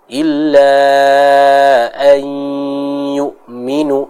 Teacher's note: Kita baca dengan menahan gunnahnya terlebih dahulu ya. · Term: idgham bi gunnah